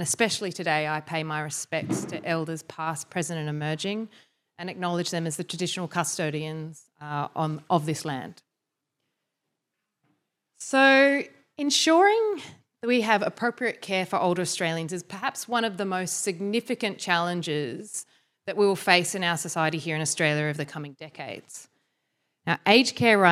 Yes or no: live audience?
yes